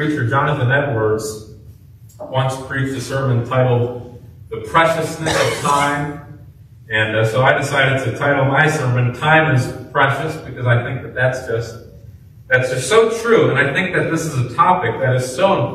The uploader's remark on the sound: preached at Grace Baptist in Tiffin, Ohio